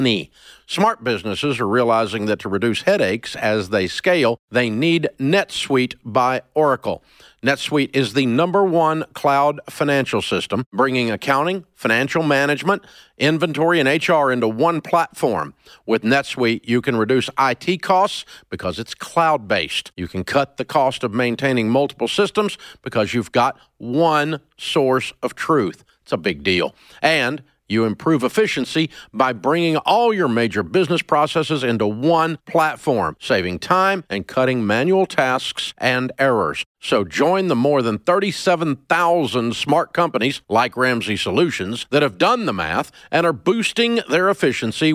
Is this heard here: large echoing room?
no